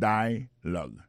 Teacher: Ça nous a remarqué là, nous a remarqué que l'accent tonique là tombé sous premier syllabe là